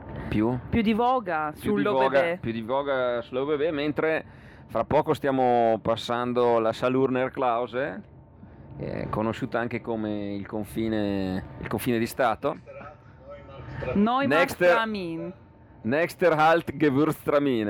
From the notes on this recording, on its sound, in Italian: Io, te e l'ÖBB è Il primo podcast di attualità registrato in treno, sul convoglio mattutino fra Trento e Innsbruck. In una cabina del treno dell'Euregio, frequentato ogni mattina da molti pendolari.